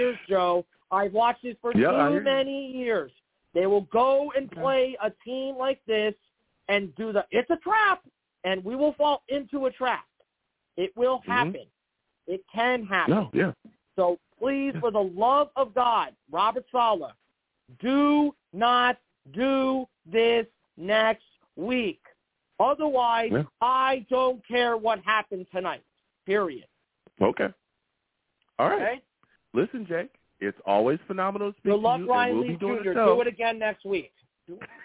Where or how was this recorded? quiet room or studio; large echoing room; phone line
phone line